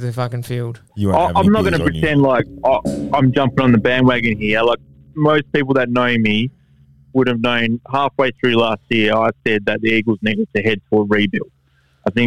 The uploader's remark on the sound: Joins us over the phone from his gastro chamber.